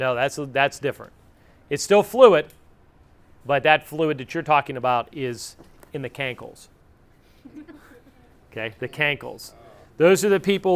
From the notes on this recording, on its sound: This episode is the raw recording of the EMT class